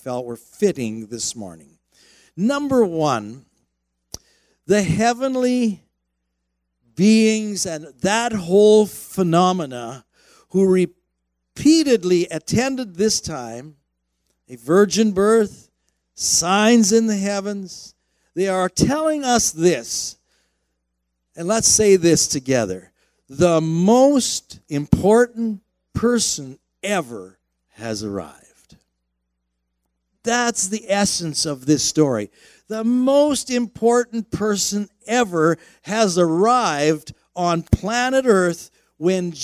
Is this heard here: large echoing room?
yes